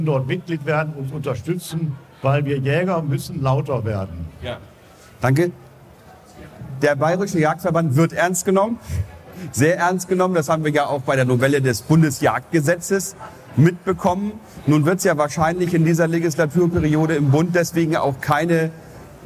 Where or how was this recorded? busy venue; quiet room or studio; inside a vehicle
busy venue